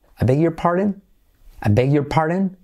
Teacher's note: I, cuidado no decir I, sino I beg, fijaos esa E casi como una A